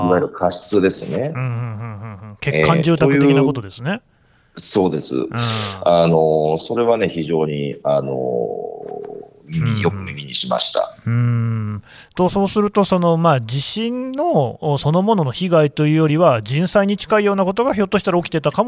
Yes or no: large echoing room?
no